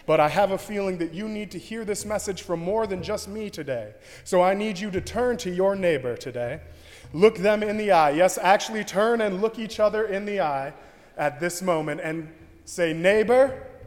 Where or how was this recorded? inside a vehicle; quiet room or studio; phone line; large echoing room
large echoing room